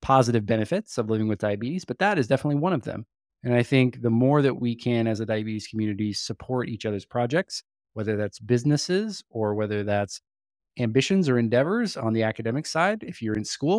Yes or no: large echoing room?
no